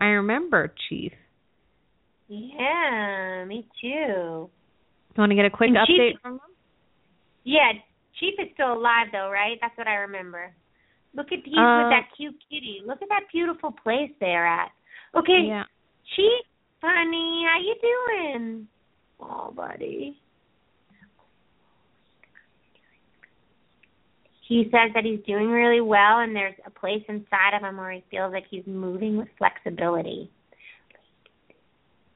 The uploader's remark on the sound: open up the lines for listeners to call